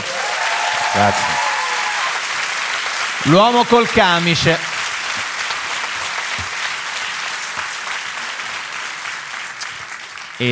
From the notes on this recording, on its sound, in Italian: Live dal teatro Franco Parenti di Milano. Con gli aneddoti variegati del pubblico milanese, tra giovani lavoratori, studenti fuori sede e molto altro.